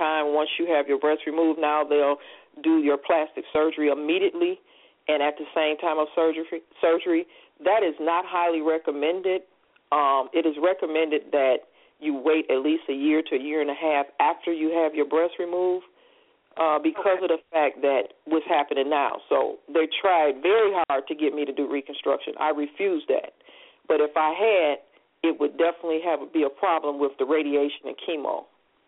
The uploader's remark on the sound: we open up the phone lines to hear from your family